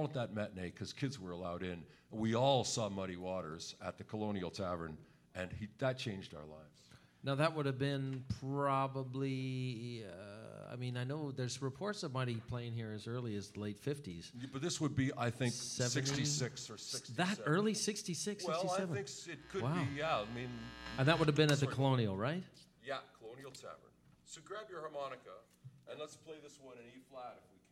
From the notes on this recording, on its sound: Recorded live, Sept 5, 2015